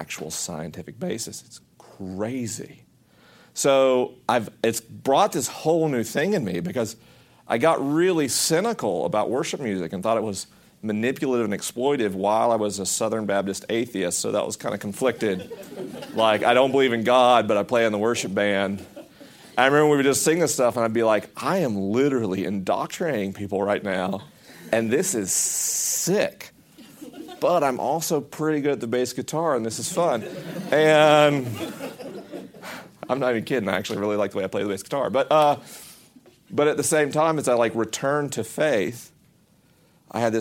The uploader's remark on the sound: This episode was recorded at Collective Church in Ft. Worth, Texas with a live audience.